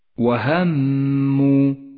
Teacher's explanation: الميم مشددة فهي تحتاج إلى غنة زمنها حركتان وقد لونت بالأخضر إشارة إلى موقع الغنة وهموا الحكم التالي الإدغام